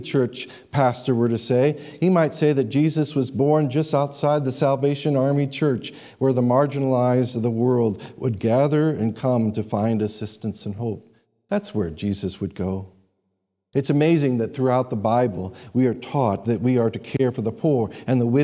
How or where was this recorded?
large echoing room